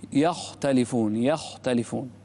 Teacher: الخاء هنا ساكنة لكن ما قبلها مفتوح، تفخم أكثر · Term: فخم الخاء